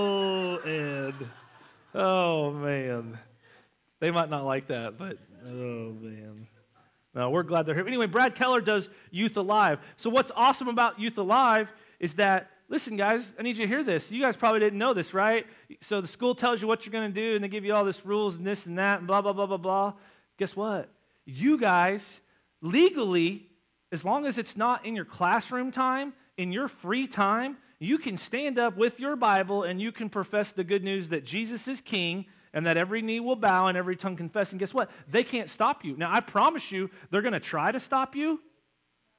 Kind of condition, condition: setting, large echoing room